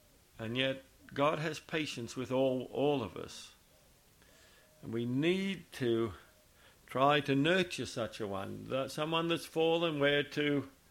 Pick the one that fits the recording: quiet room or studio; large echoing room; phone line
large echoing room